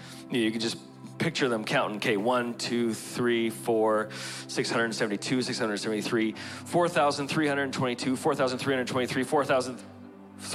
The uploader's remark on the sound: Broadcasted live from The Father's House, Calgary, Alberta.